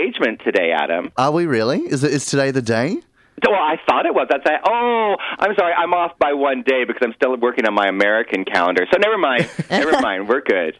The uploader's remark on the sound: Jumps on the phone.